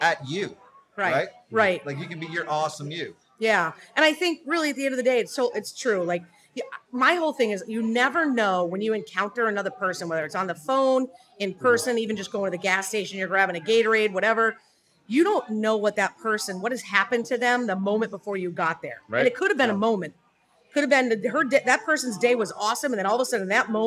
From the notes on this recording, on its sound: live from The Beer Temple in Chicago